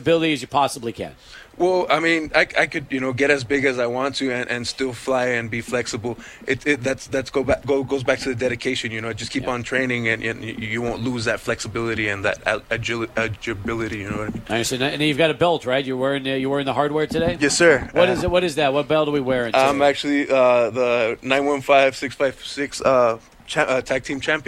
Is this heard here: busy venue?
yes